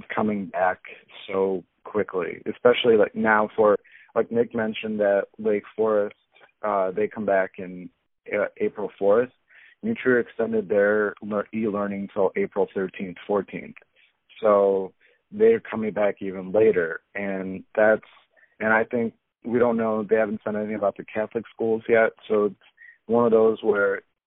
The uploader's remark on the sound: Our guys hop on the phone for a second straight quarantine version of The Varsity